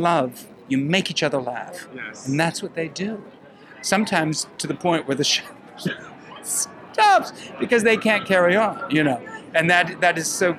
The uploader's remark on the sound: Opening Night Red Carpet Interviews. Join me live on the red carpet for the opening night of The Music Man!